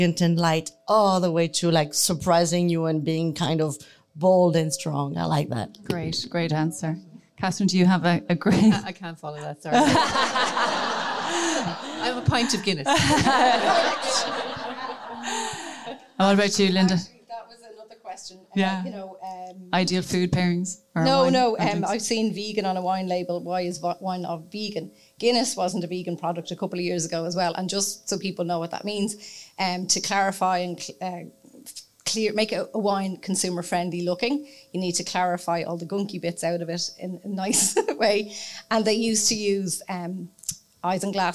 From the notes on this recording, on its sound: Celebrate our official launch event with a live recording. In the company of one hundred of our lovely listeners. Followed by an entertaining Q&A with questions from our listeners.